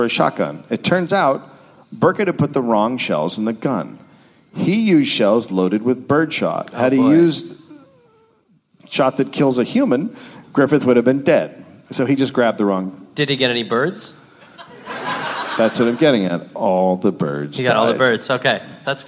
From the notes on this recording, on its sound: Live LA Podfest.